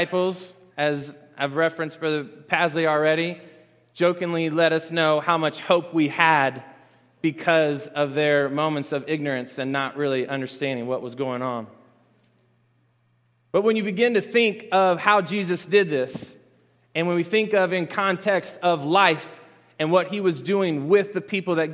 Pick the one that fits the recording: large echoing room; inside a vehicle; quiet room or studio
large echoing room